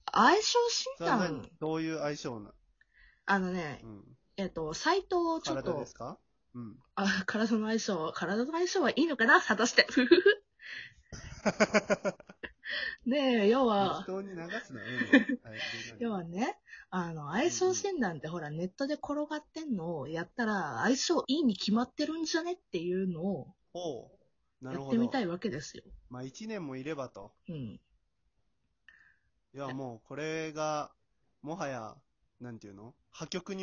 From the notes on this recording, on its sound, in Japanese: From Radiotalk。リモート トークをしました。音声バランスが難しいー。